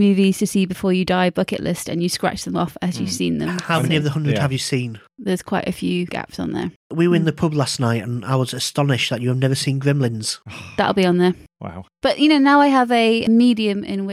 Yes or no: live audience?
no